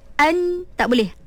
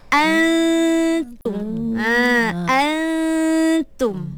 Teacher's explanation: Cuma kita buangkan nun tu. Kita tak nak ada sebutan jelas pada nun. · Shown in: second take · Term: ikhfa